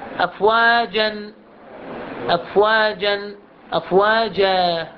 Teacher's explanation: عند الوقف على التنوين تنوين الفتح يلفظ هذا الألف · Term: ألف تنوين الفتح